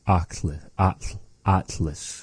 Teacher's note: making this really big open ah vowel and bringing the tongue up towards the behind the two front teeth, saying it Atlas.